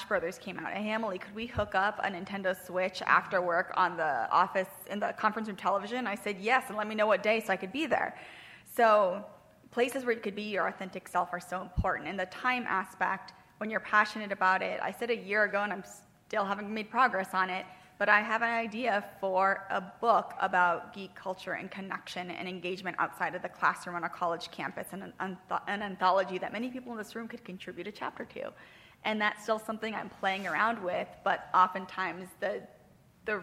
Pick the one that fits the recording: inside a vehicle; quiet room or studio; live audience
live audience